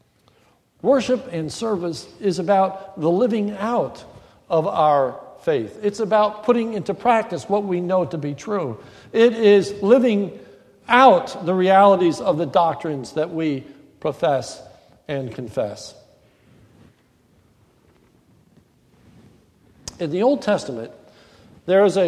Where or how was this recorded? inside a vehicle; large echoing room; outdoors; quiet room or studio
large echoing room